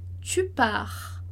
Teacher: a gente vai dizer tu pars sem pronunciar o S